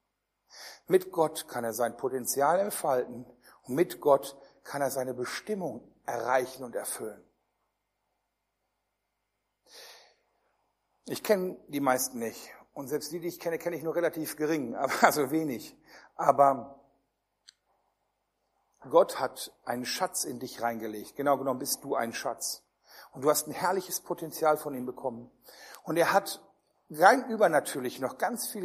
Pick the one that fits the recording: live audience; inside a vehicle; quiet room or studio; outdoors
live audience